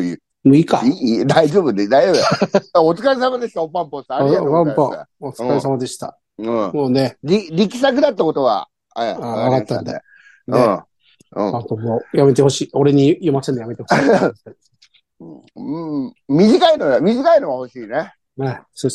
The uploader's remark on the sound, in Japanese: ZOOMで収録